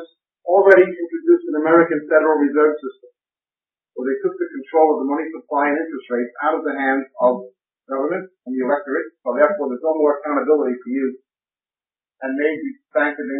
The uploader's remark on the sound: This five-part series was recorded at a conference sometime between 1996 and 2002. We apologize for the audio quality on this recording. It does get better as you go further in.